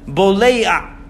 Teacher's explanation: The ayin is after the ah.